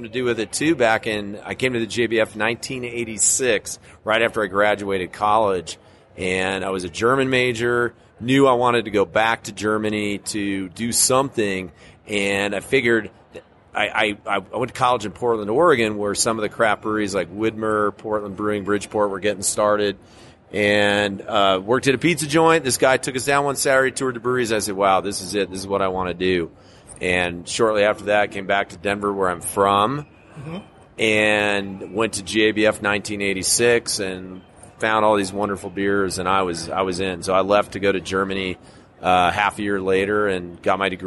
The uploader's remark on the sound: This interview took place at the 2016 Great American Beer Festival in Denver.